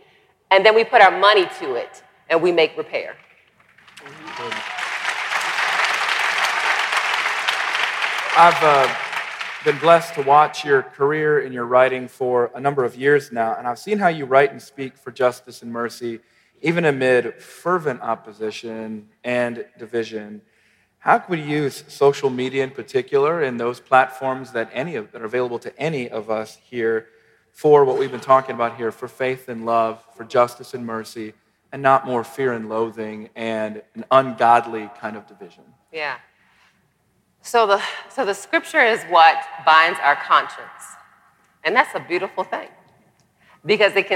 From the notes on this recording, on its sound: panel discussion at our MLK50 conference